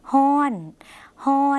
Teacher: คำว่าร้อนในภาษาไทยนะคะภาษาลาวออกเสียงว่าฮ้อนฮ้อน